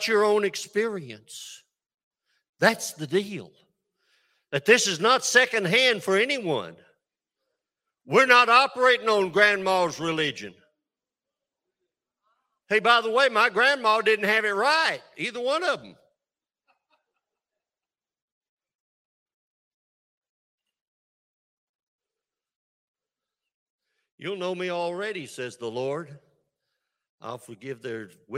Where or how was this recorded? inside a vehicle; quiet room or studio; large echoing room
large echoing room